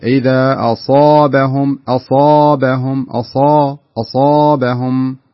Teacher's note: الألف إذا أتت بعد حرف استعلاء سواء كان الصاد أو القاف أو الضاد أو غيرها من حروف الاستعلاء اللي هي خص ضغط انقض، هنا الألف تفخم. ما يصلح أقول أصابهم أصابهم، لا أقول أصابهم أصابهم، الباء مرققة ما فيها مشكلة.